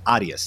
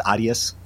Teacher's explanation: And so it's that soft R, I guess, to kind of explain it to you. It's a soft R in Spanish. So it sounds kind of like a D or a T.